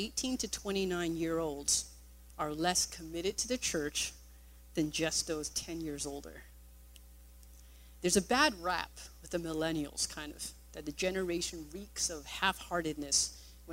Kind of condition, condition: setting, large echoing room